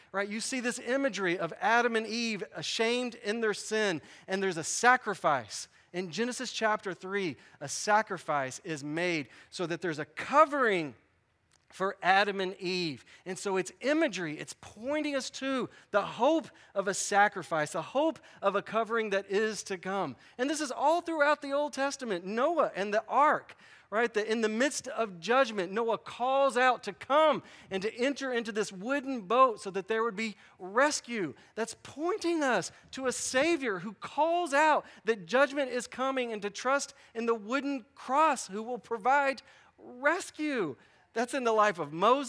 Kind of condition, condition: setting, large echoing room